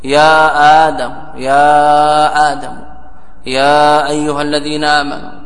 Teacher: ومقدار مده على الخلاف الذي سيذكره المصنف 4 حركات أو 5 حركات · Term: مد منفصل